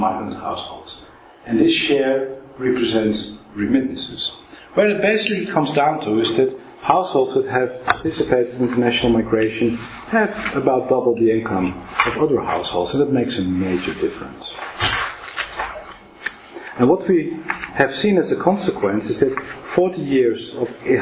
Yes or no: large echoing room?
yes